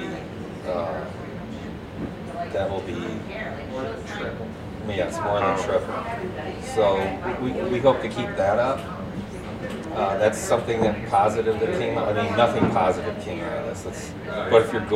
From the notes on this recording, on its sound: Recorded LIVE in front of a socially distanced audience of patrons!